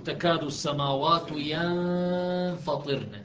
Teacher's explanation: وهنا ينفطرن بعد نون ساكنة تلتقي بالفاء فيصبح إخفاء